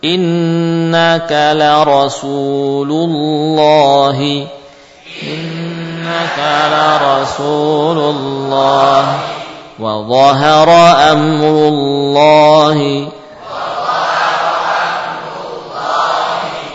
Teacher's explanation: lafzul jalalah yang lamnya dibaca dengan tebal saat sebelumnya ada fathah. Jika sebelumnya dhammah juga sama.